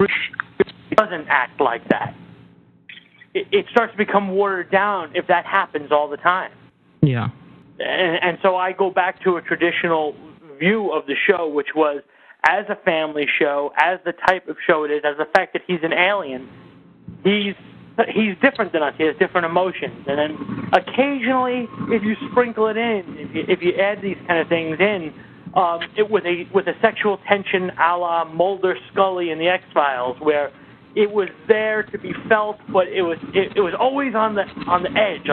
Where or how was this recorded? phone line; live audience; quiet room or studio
phone line